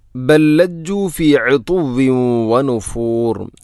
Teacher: ഒന്നാമത്തെ ലാമിനെ രണ്ടാമത്തെ ലാമിലേക്ക് ഇദ്ഗാം ചെയ്യുന്നു, കൂട്ടി ലയിപ്പിച്ച് ഒതുന്നു.